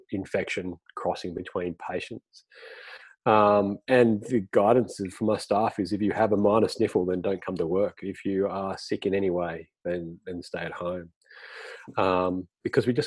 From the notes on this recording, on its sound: It have been recorded in zoom and unedited.